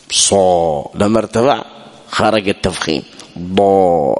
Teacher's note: صو لما ارتفع خرج التفخيم